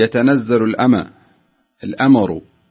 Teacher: يعني لا تجعل هناك شيء من القلقلة في الميم يظن السامع أنها فتحة. · Term: الميم عليها سكون